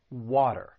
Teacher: A flap T is going to sound like a soft D